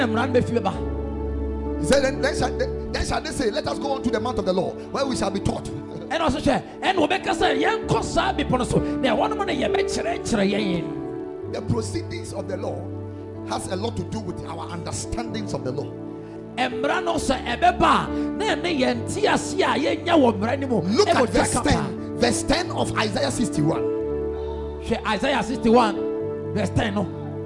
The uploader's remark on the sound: Preached at Ekklesia Chapel